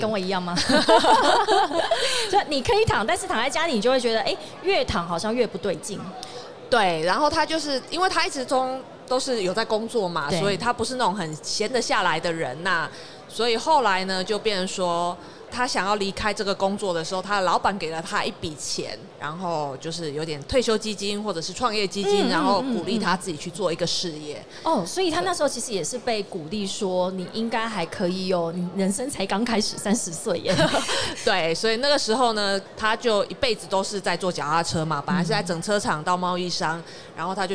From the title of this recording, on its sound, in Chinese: 2022 Taipei Cycle台北國際自行車展-Live Podcast